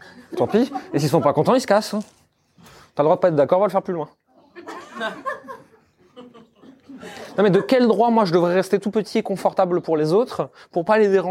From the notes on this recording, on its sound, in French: Ces 30 minutes sont l'enregistrement d'une conférence que j'ai donné il y a quelques mois pour nos clients.